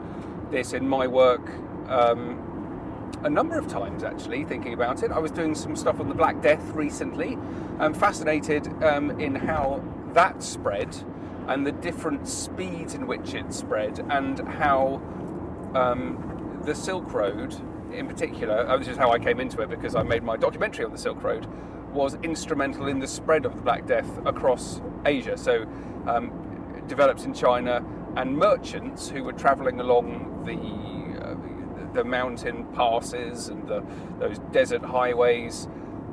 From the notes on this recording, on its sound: Impromptu brain explosion recorded in the car! (so apologies for not ideal sound quality).